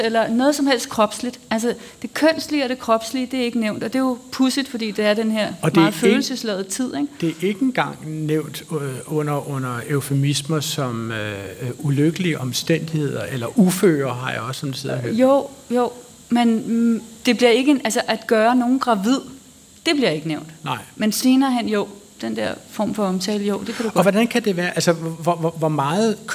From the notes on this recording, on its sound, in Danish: Klog på Sprog live fra Bogforum i Bella Centeret